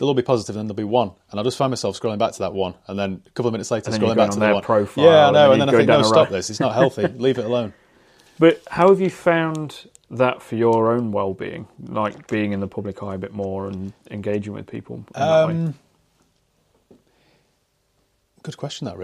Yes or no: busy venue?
no